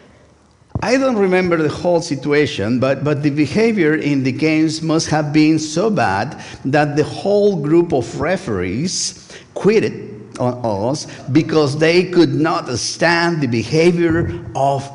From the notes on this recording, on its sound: First United Methodist Church of Pacoima. Recorded live service on September 24, 2023. We are located at 12550 Van Nuys Blvd.